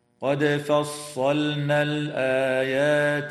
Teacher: قوله تعالى: قد فصلنا الآيات لقوم يذكرون، تقلقل الدال في كلمة قد في حالتي الوصل والوقف، وتظهر اللام في كلمة فصلنا لوقوعها قبل النون وتسمى بلام الفعل، وتظهر اللام أيضا في كلمة الآيات وتسمى بلام ال، وتمد الألف بعد الهمزة من كلمة الآيات من قبيل مد البدل بمقدار حركتين، وكذا الألف بعد الياء في هذه الكلمة تمد بمقدار حركتين من قبيل المد الطبيعي وصلاً.